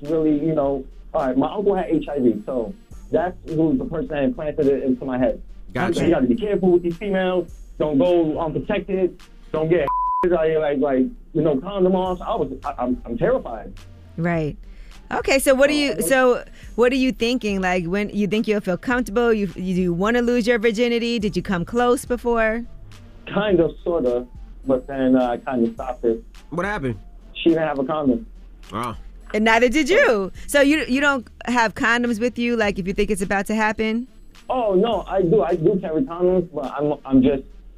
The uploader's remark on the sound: Today on the show we opened up the phones lines for a new versuz battle. Next they opened up the phone lines for our virgin listeners to call up.